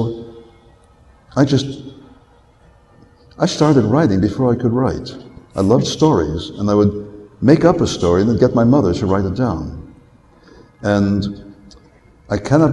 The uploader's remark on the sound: recorded live at Westercon 67